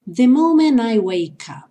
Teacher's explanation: The moment I, porque o moment não vai ter o som do T